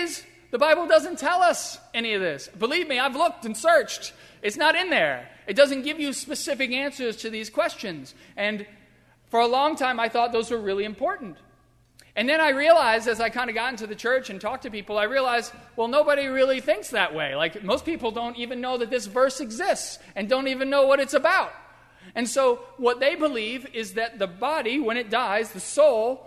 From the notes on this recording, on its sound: During the Heritage service (11:00 am) on Sunday May 1, 2016, at First Presbyterian Church of Arlington Heights, Illinois.